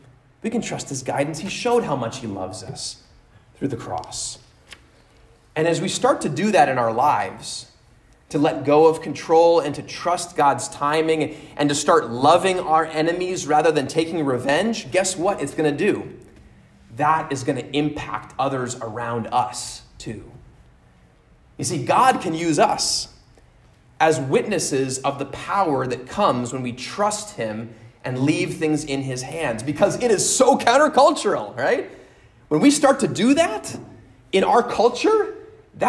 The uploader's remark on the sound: at Immanuel Lutheran Church in Pasadena, CA on 10/2/22